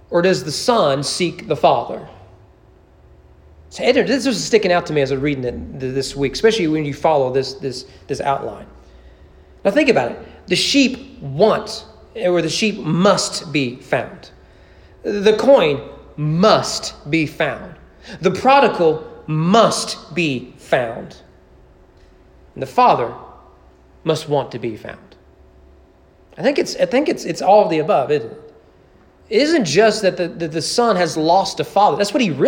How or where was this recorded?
large echoing room